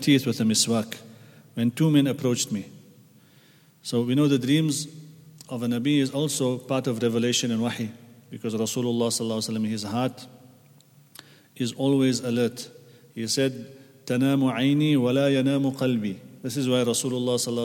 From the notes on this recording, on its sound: at the Houghton Masjid (West Street)